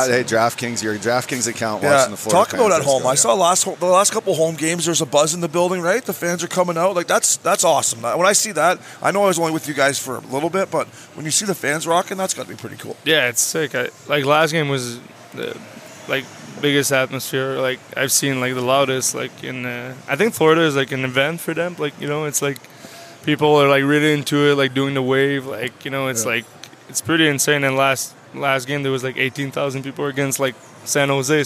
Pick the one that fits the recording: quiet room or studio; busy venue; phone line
busy venue